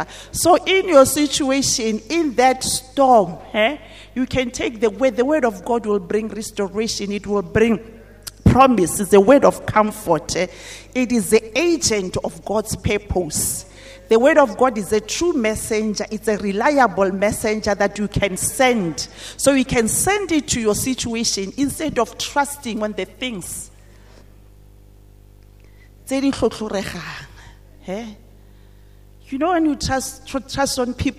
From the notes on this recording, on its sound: at GTCFC City Campus at the morning service